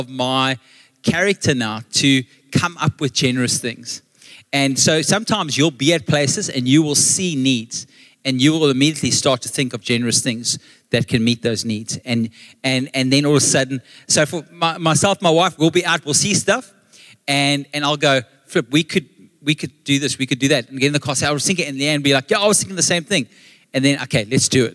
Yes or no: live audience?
yes